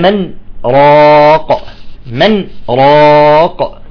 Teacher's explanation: امتنع هنا الإدغام بسبب السكت